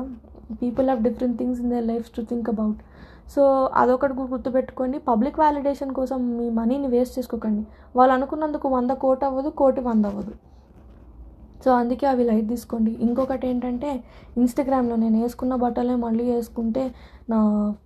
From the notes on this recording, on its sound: Sorry for the disturbing noises.